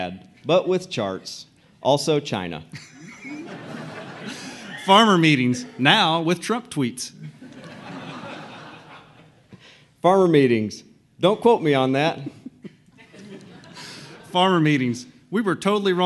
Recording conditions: live audience